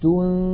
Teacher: ننتقل من التاء إلى مخرج الذال، ولكن لا ننطق ذالا بل ننطق من الأنف غنة · Term: إخفاء النون الساكنة